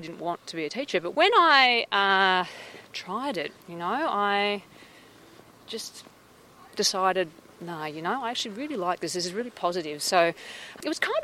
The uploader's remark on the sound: for a walk around the grounds of the Australian National University